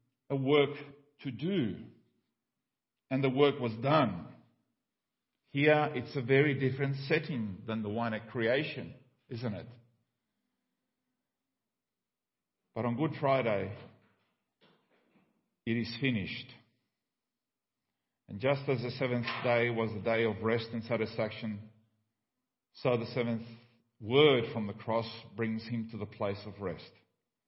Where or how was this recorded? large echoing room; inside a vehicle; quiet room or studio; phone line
large echoing room